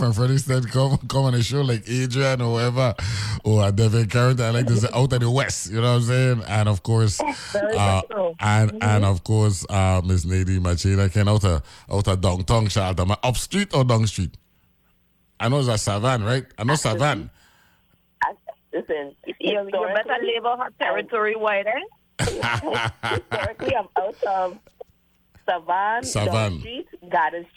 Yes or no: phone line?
yes